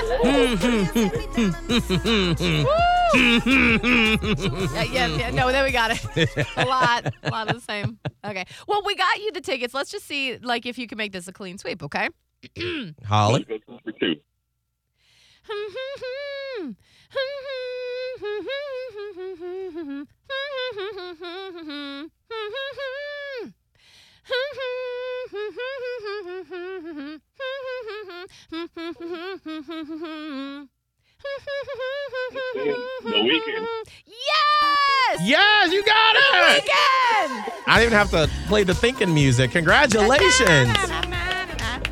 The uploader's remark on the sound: can they pull through this time while on the phone?